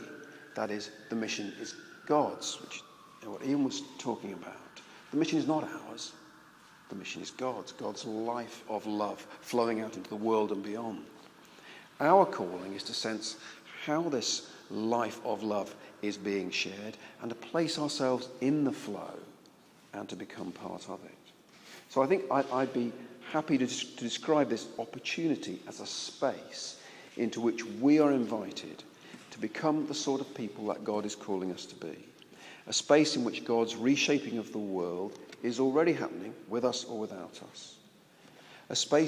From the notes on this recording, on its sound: This address was recorded at the national conference exploring the place of contemplative expressions of church, contemporary mission and fresh expressions of the church at the London Centre for Spirituality.